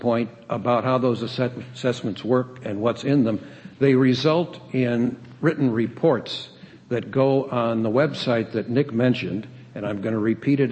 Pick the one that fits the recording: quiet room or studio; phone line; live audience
live audience